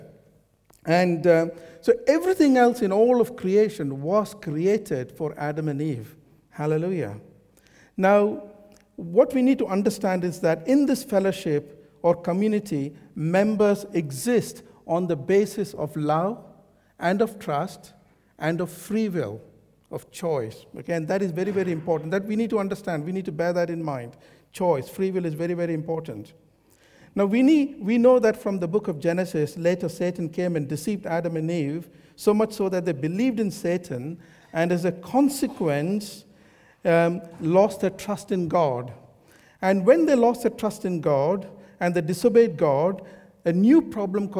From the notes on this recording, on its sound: This sermon was recorded on Sunday 9th April 2023 at our Great Denham venue.